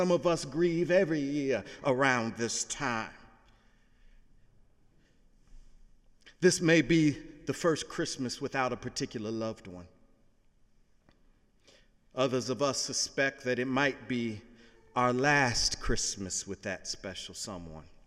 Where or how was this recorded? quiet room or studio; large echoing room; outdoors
large echoing room